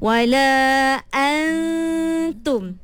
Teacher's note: Kita kena ambil sifat dengung. Maksudnya wala an, dengung kena pinjam daripada nun. Tapi jangan zahirkan nun tu. Kita kena terus pergi pada ta. · Term: ikhfa